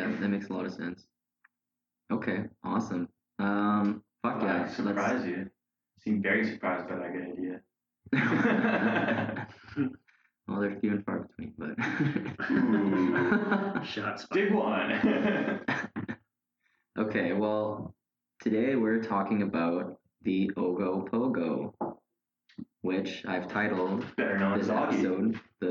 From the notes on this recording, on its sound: APOLOGIES FOR THE AUDIO QUALITY WITH THIS ONE.